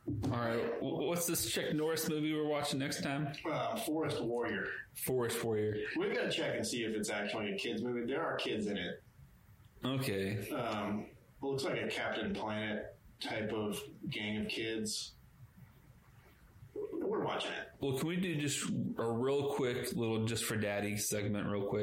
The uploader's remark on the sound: One of our mics broke... This audio sounds questionable at best.